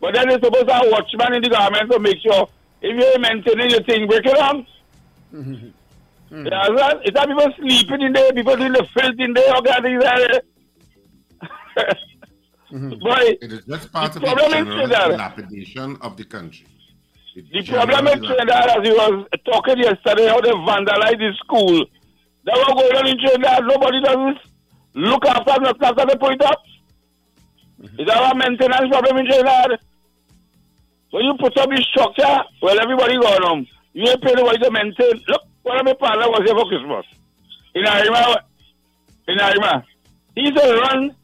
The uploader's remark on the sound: During this hour we take calls from our audience